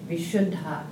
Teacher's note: So two D's together, there's a kind of a stop. Two consonants together, kind of a stop at the first consonant, so there's an emphasis.